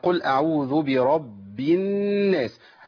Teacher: قل من القول، لابد إن أنا أفخم القاف